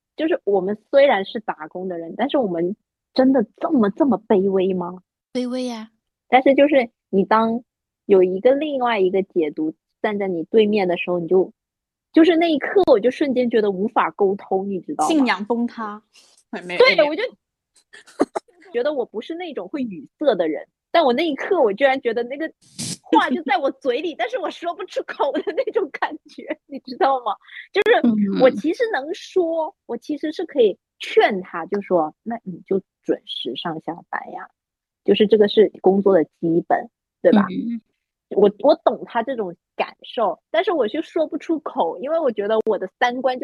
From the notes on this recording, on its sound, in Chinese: 这期的音质不太好